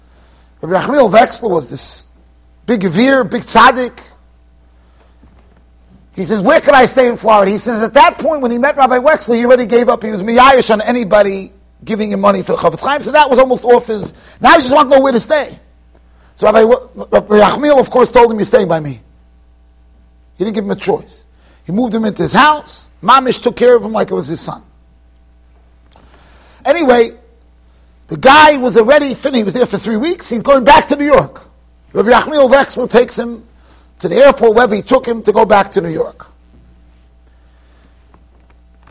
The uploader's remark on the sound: Shiur recorded in Yeshivas Ohr Reuven, Monsey NY.